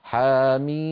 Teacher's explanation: حاميم ياء مدية بعدها ميم ساكنة يعني مد لازم